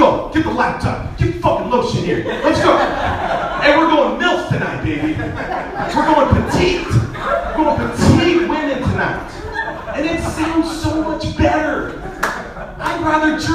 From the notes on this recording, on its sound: Live at the Ice House - 2-24-17.